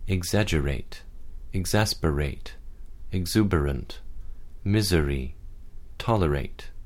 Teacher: use a regular schwa followed by a consonant R when the syllable that follows it begins with an R